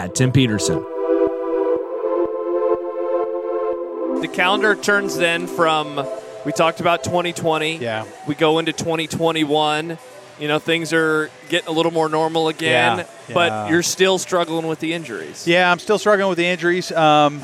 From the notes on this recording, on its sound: live from the Good Life Halfsy expo